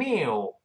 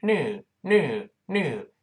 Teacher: 英音读成，new，美音读成，new，new，new 就少了一个耶这个声音